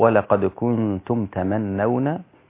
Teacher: ولقد كنتم تمنون تشديد التاء هنا في البداية، ولقد كنتم تمنون هكذا، لكن باقي القراء ولقد كنتم تمنون بفتح التاء فقط، التاء مفتوحة وليست مشددة